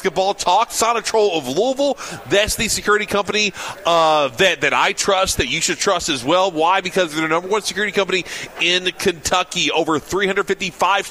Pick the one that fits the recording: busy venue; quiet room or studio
busy venue